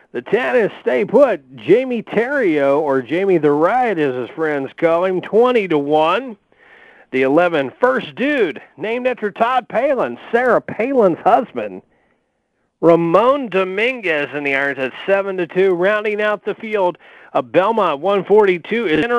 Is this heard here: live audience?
no